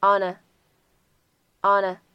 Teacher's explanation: 当 on 和 a 出现在一起呢，可以做一个连读